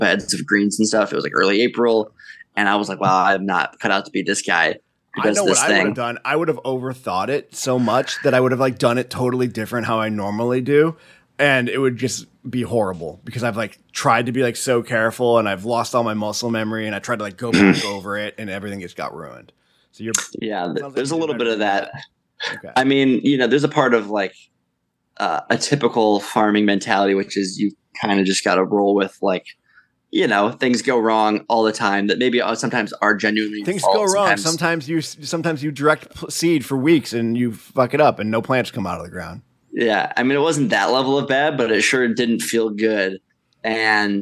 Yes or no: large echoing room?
no